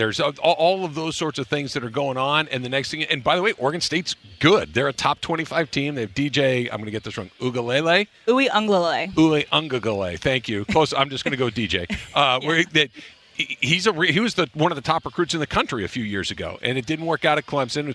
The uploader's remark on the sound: LIVE from Lakers Media Day in El Segundo!